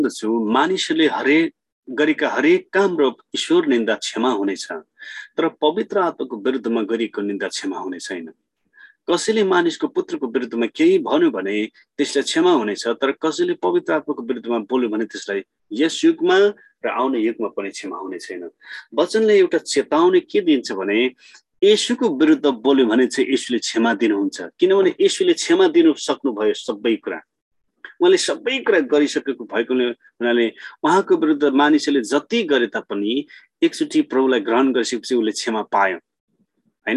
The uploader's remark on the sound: Zoom class.